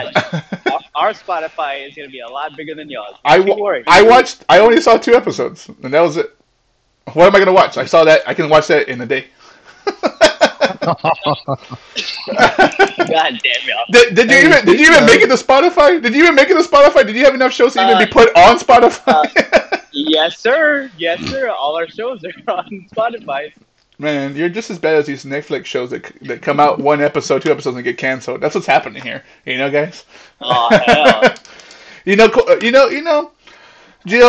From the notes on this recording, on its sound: sorry for audio issues